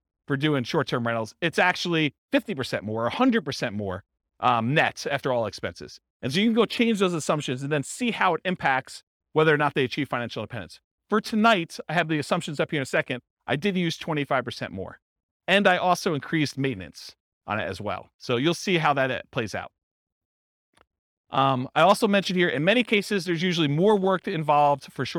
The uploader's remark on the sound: This was a live class recorded.